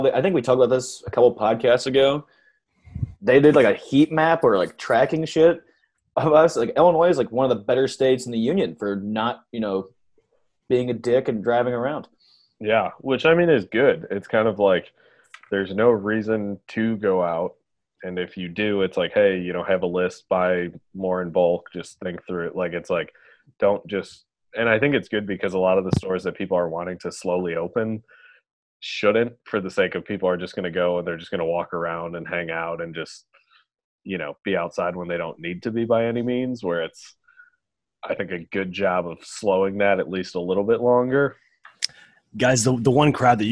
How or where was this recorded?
video call